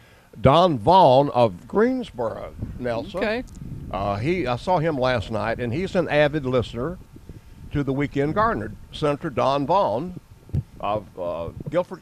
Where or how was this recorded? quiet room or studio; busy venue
busy venue